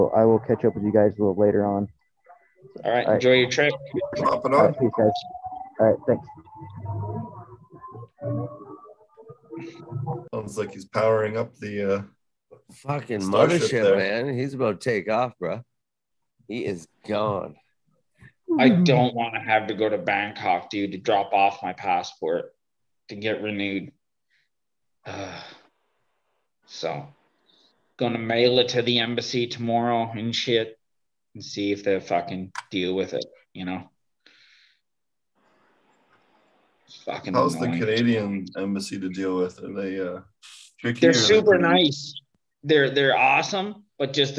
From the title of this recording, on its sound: Zoom Meeting